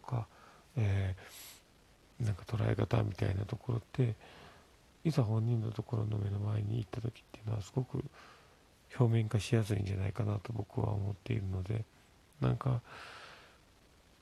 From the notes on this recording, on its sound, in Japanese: 子供が寝ている側で収録しているのでボソボソしています。